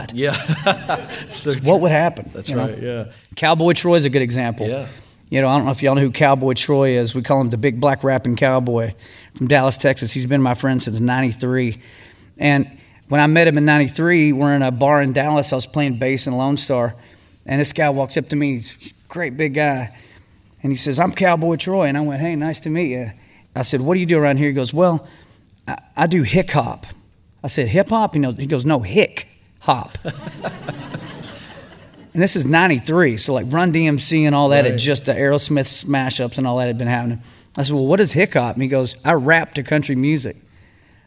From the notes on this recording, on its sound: live podcast straight from EntreLeadership Master Series